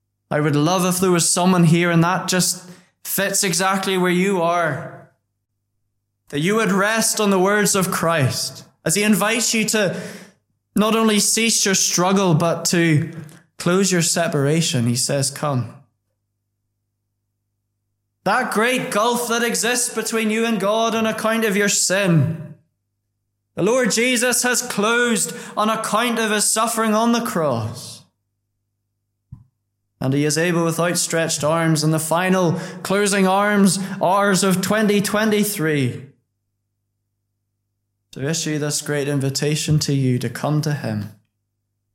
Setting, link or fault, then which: setting, large echoing room